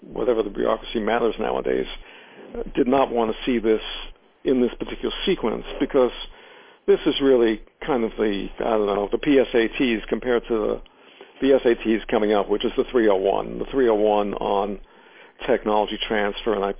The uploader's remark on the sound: In this brief excerpt from the teleconference